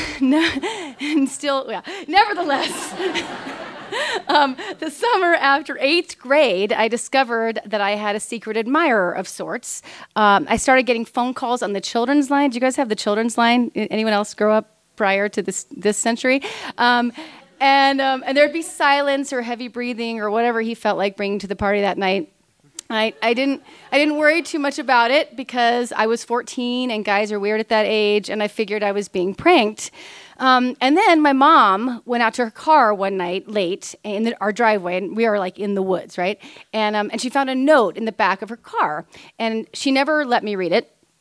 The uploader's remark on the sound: recorded live on October 21, 2015 at Buntport Theater in Denver, Colorado